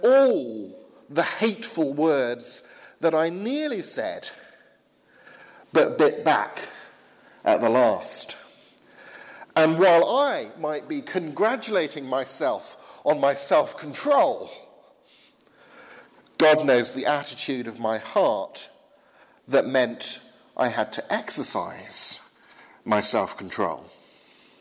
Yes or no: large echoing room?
yes